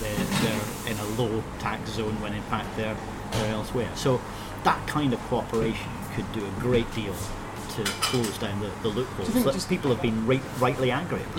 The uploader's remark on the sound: Recorded in Asti cafe in Edinburgh City Centre 21 July 2014.